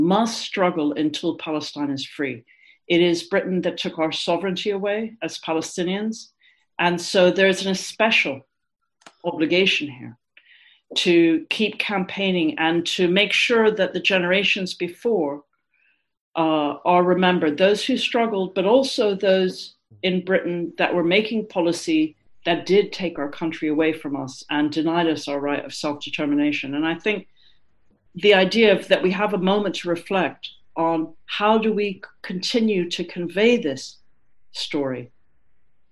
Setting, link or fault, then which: link, video call